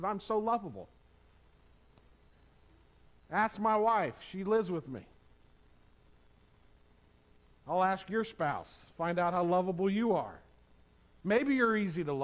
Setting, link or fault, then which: setting, large echoing room